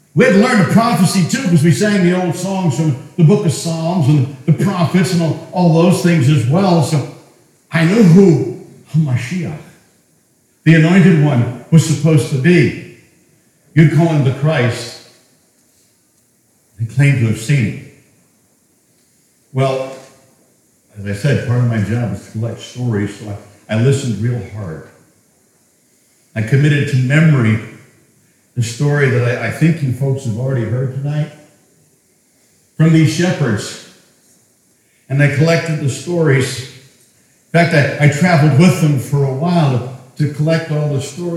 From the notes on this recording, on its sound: The audio is a bit different, as it was recorded in our historic meetinghouse.